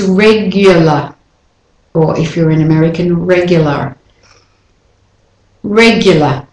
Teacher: the main thing is the y in the middle there, after the g. · Term: intrusive y